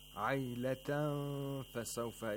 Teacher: Aylatan fasawfa is ikhfa of noon sakina, where we don't pronounce the noon sakina completely, rather we pronounce it partially, and the place of articulation of fa is hinted by approximating the place of articulation of that letter by making the upper front teeth get close to the lower lip